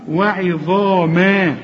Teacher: الظ أعلى درجات التفخيم، الحرف المفخم اللي بعده ألف